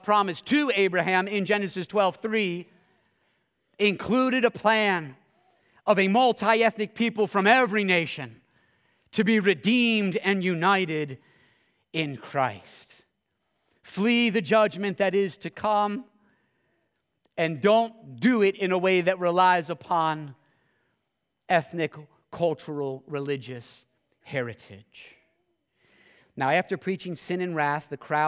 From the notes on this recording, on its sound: this sermon at Covenant Fellowship Church